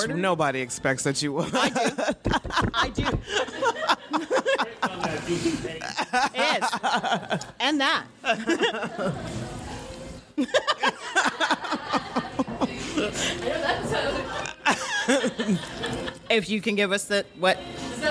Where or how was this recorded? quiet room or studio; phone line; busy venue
busy venue